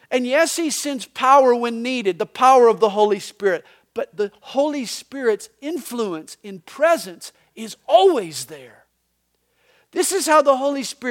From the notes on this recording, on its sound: These messages are recorded live during the Sunday Morning service at CalvaryCSM located in Lilburn, Georgia.